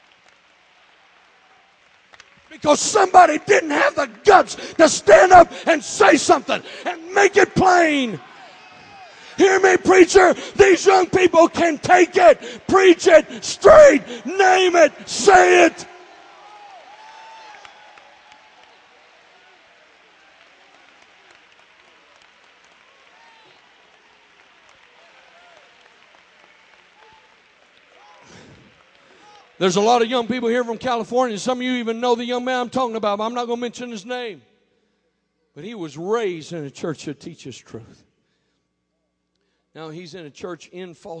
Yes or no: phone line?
no